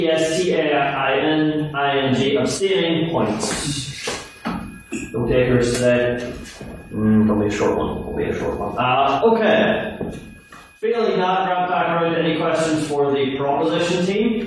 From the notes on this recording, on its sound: Here is the recording of the twentieth Ordinary Meeting of our 170th Session.